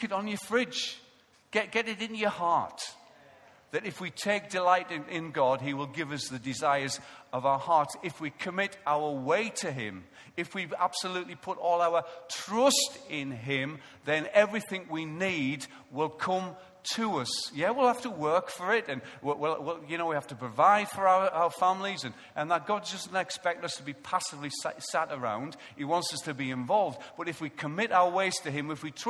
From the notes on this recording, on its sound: Recorded live at Life Church on Sunday 23rd November 2014